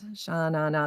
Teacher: Those are like three accented syllables